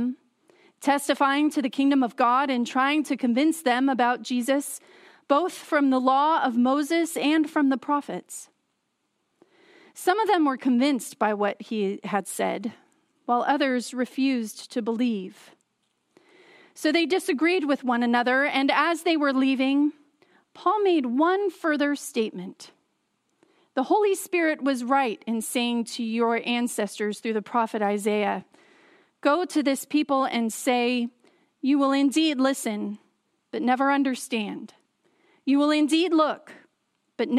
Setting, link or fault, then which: setting, large echoing room